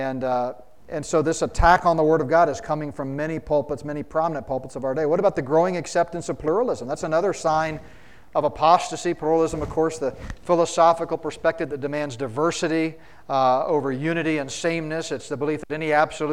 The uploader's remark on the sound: spoke at the 2023 Solid Bread Prophecy Conference in Fort Collins, CO.